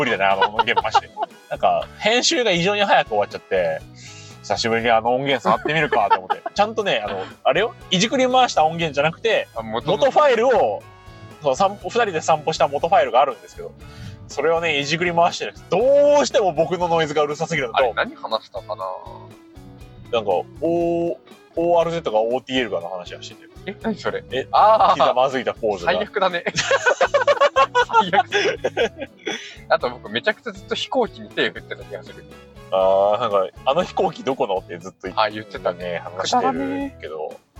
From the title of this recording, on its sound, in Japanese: 音質最悪！ドライブラジオ